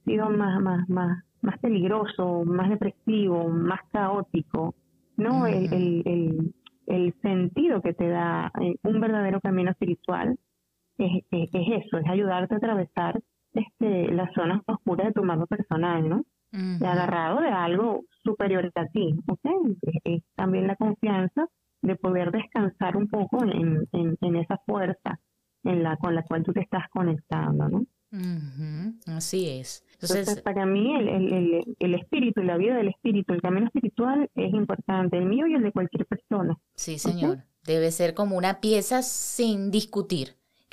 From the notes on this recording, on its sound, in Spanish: En conversación telefónica desde Katy, Texas, Estados Unidos a Venezuela